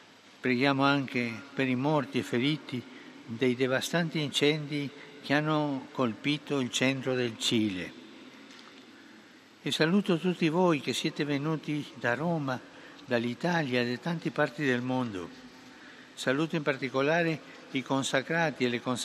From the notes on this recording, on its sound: PETER'S SQUARE, RECITATION OF THE ANGELUS PRAYER